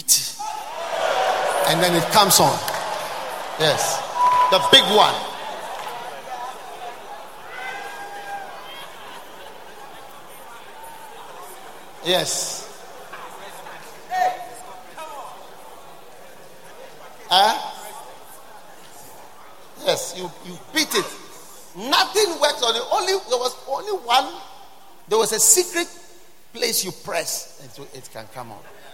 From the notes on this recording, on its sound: Preached at Wisdom Impartation Service at the Lighthouse Chapel International, Bread of Life Cathedral, Adenta.